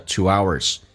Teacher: two 跟 hours 元音跟元音之间还会有连音，不是加我就是加也